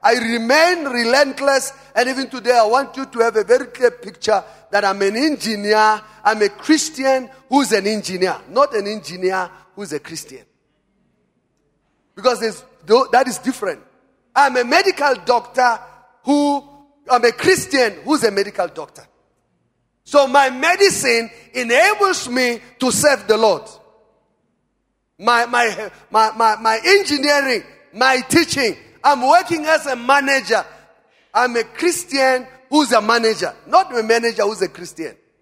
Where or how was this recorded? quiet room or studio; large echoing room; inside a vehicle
large echoing room